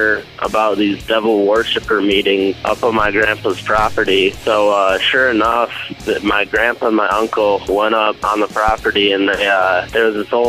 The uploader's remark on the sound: I opened the phone lines